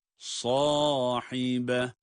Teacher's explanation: Sad kalın ama ha harfi ince.